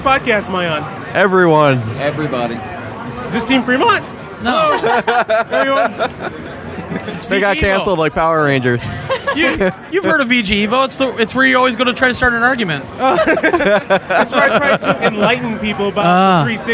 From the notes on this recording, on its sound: Round Table discussion right from the show floor at the 2009 Midwest Gaming Classic.